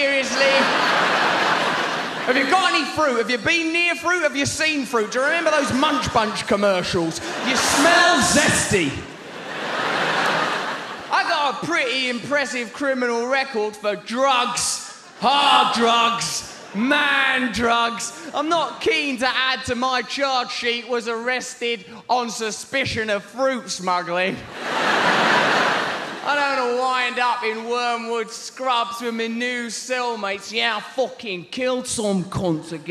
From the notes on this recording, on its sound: performance filmed live at London's Historic Hammersmith Apollo